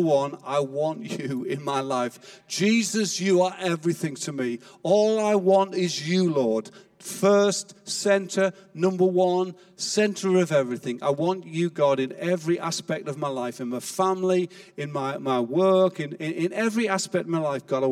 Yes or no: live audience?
yes